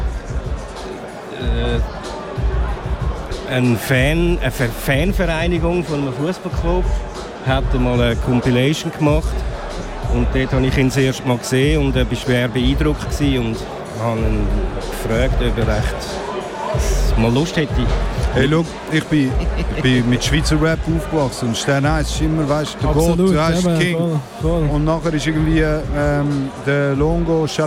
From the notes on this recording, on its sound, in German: Live vom Hood Look Good -Festival. Live aus Aarau. Live vom Hood Look Good -Festival.